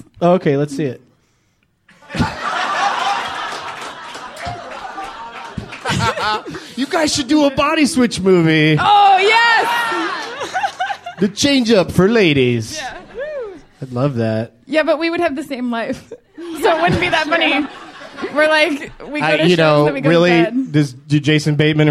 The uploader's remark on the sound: A special DLM/Benson Interruption hybrid taped at the UCB Theatre New York during the 13th Annual Del Close Marathon.